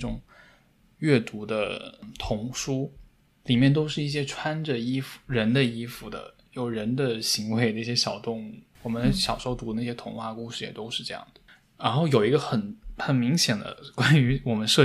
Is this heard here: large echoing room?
no